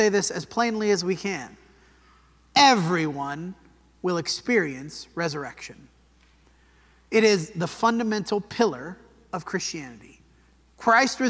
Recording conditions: large echoing room